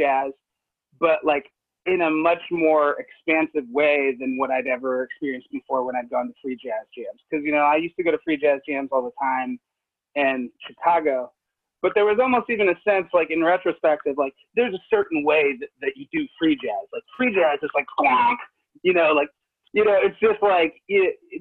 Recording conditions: video call